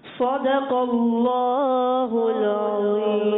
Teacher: عظیم میں ضا کو ہم نے پر کرنا ہے